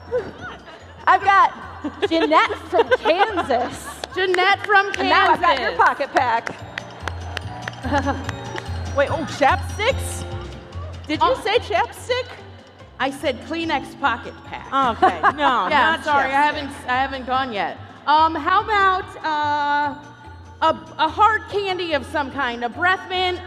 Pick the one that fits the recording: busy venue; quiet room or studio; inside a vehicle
busy venue